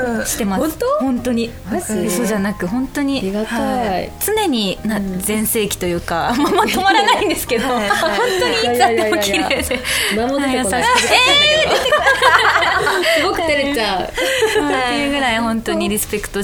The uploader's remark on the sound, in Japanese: 公開収録です